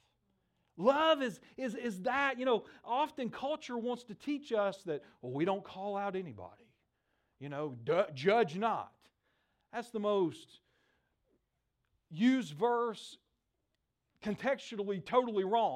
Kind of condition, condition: setting, large echoing room